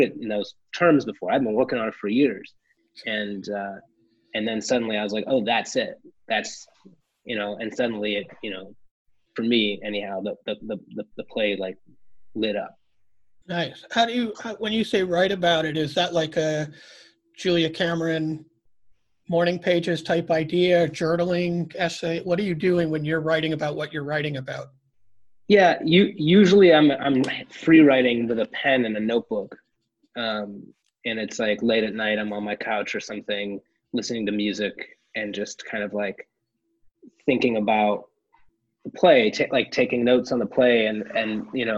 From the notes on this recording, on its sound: chatted with us over Zoom.